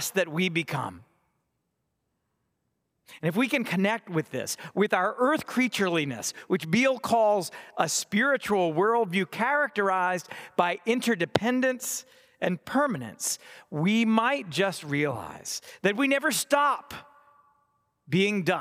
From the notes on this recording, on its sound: Delivered on Ash Wednesday, 2024 from Trinity Cathedral, Cleveland.